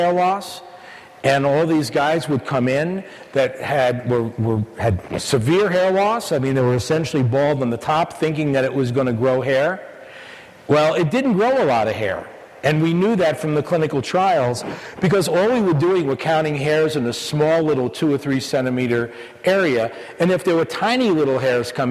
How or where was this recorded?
live audience